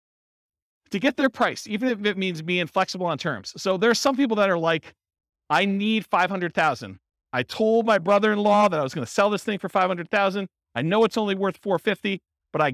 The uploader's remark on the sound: This was a live class recorded. In Orange, California.